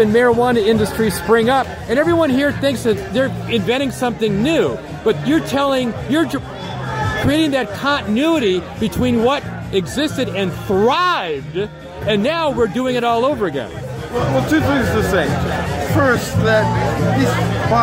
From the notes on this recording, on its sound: recorded at Seattle Hempfest, August 2019